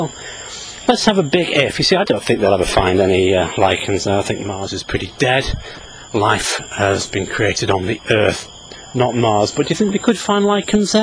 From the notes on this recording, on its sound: while out walking his dog